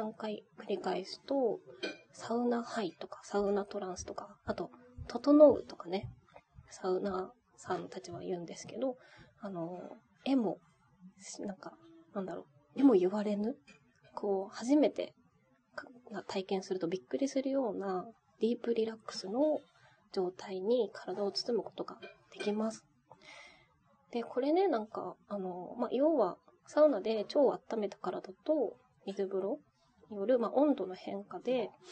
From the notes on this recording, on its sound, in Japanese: 天国ここにありけり（サウナたまらん）※雑音ごめんね。